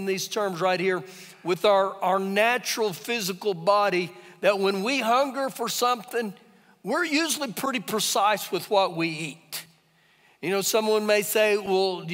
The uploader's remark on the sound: Recorded live during our Sunday morning service.